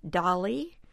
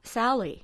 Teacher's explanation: an R in the middle of a name would somehow change to an L